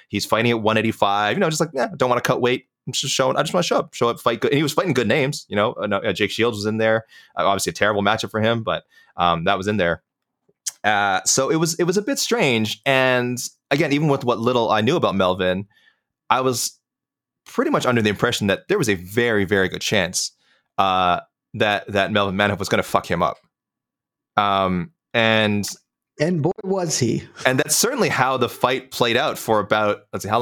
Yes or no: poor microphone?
no